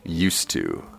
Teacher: So when you say used to, you don't need to separate the D and the T. You can kind of link it and say it together.